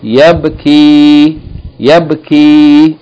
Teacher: Here, in this particular word, the ya is being used as a long vowel, elongating the kesra.